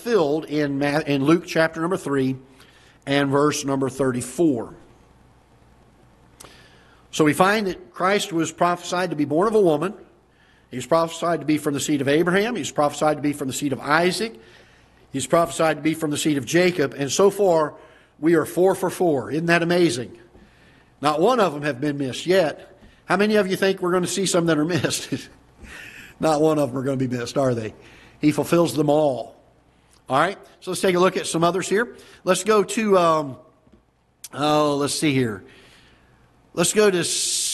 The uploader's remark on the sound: Ketha Heights Baptist Church ~ Live Broadcast